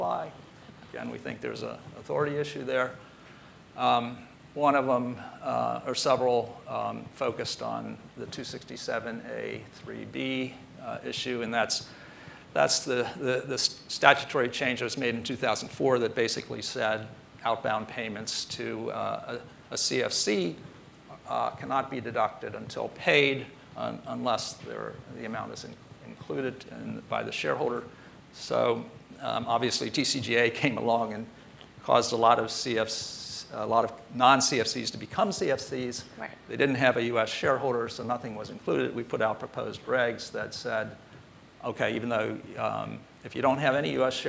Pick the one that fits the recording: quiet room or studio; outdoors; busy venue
busy venue